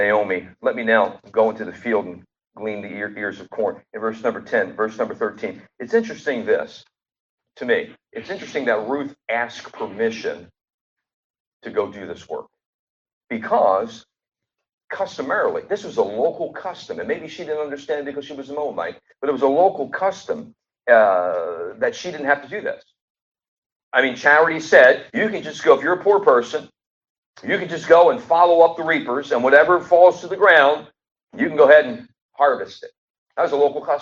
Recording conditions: poor sound quality